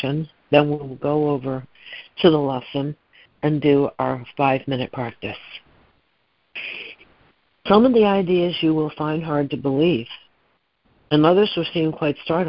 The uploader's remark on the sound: ACIM Daily Conference Call